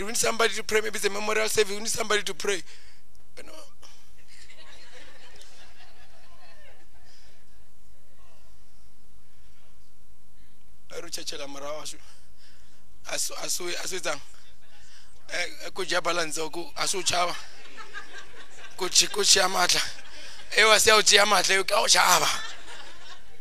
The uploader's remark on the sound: at God's Tabernacle Christian Family Church's evening service on the 11 th of June 2023